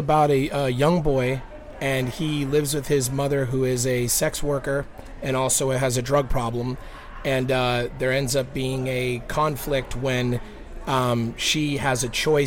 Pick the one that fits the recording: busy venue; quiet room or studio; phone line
busy venue